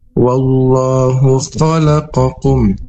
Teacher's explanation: di akhir kata makhrajnya di tenggorokan bagian dalam yaitu aqsal halq, diucapkan dengan hembusan napas dengan lembut